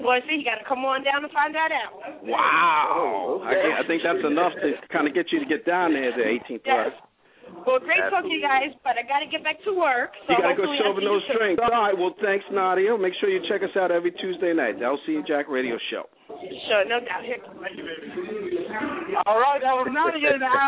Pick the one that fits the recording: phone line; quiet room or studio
phone line